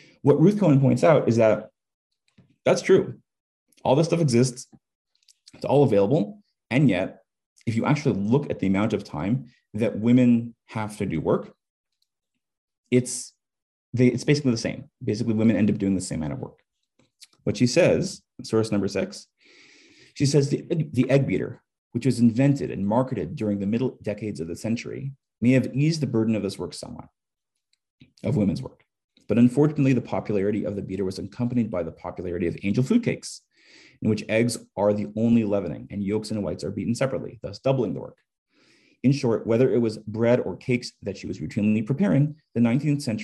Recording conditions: video call